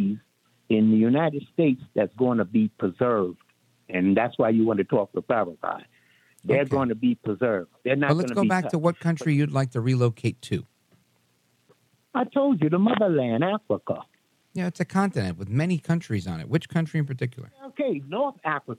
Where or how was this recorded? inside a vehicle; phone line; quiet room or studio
phone line